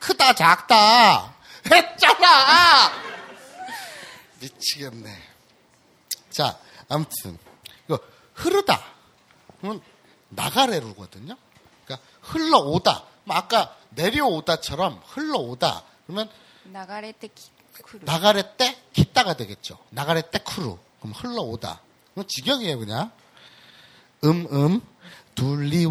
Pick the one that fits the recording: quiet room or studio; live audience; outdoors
live audience